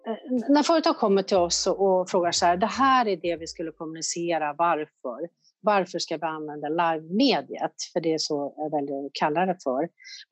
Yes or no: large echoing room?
no